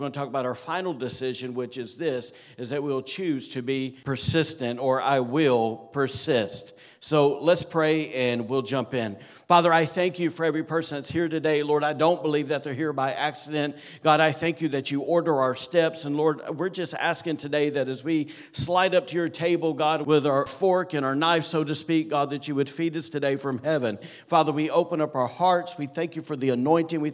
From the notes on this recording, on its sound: recorded on Sunday, December 3rd, 2023, during service at The Anchor Church in Rockport, Maine